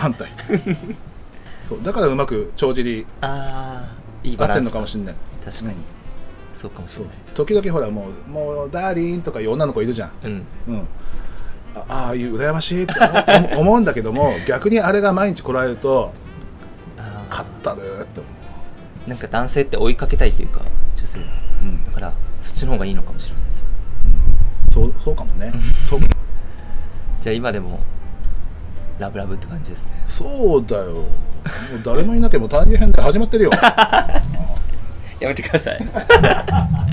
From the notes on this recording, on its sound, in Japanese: 奄美大島5日目。外で収録しているため、途中風によるノイズがあります。